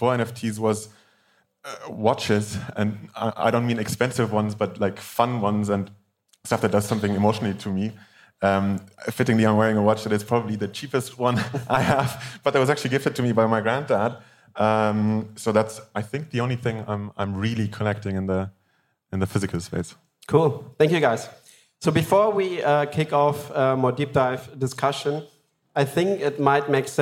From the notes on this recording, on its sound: The "Decoding Digital Collectability" panel at Gateway Miami.